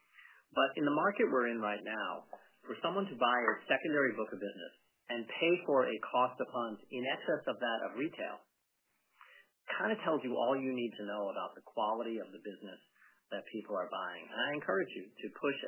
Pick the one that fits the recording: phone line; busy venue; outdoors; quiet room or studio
phone line